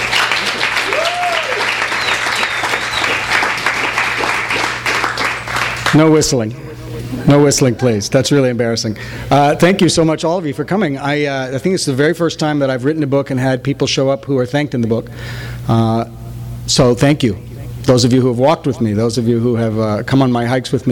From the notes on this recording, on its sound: THIS EVENT WAS RECORDED LIVE AT SKYLIGHT BOOKS